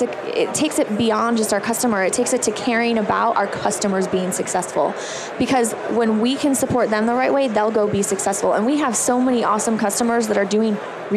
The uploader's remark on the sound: LIVE from Las Vegas, at #HRTechConf